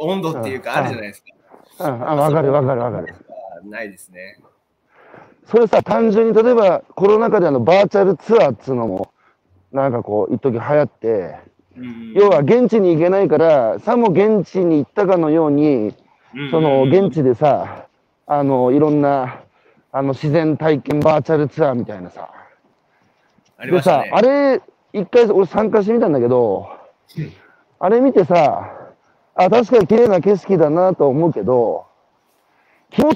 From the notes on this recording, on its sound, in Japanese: 岩手県大槌町。歩きながら1時間、対談する。